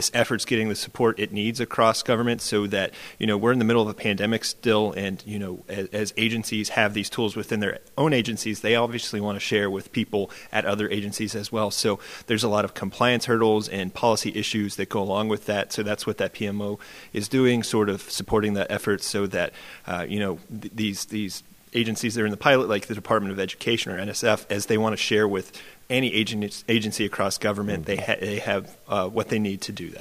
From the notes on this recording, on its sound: Live from ACT-IAC’s “Imagine Nation: ELC 2021” in Hershey, Pennsylvania. The organization’s first in-person conference since the start of the pandemic.